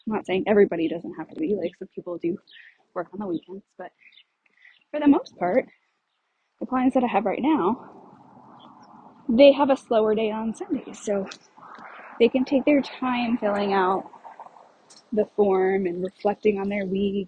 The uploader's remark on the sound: I recorded this episode while on a walk in my neighborhood and the audio starts out a little broken-up but it does get clearer about 2 minutes in!